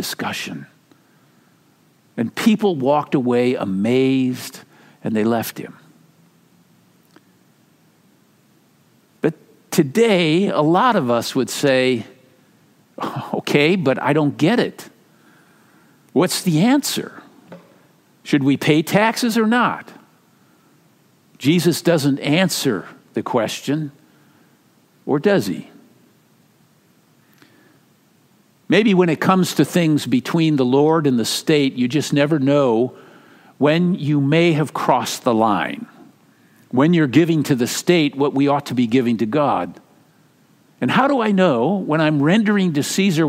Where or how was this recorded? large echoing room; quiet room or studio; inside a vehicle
large echoing room